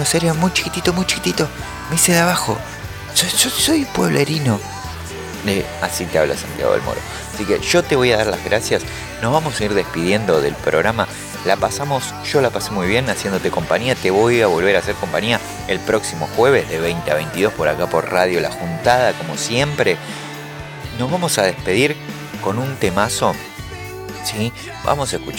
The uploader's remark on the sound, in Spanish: TRANSMITIMOS EN DIRECTO DESDE EL OBELISCO DE BUENOS AIRES